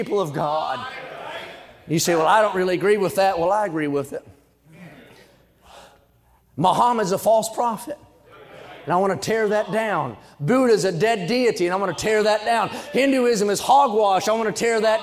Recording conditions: large echoing room